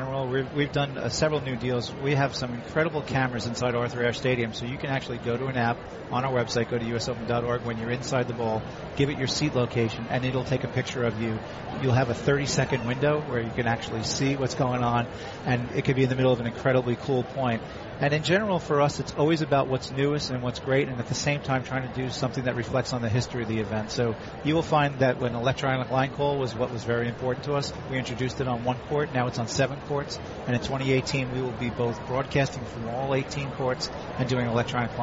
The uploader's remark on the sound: Live from the 2016 US Open.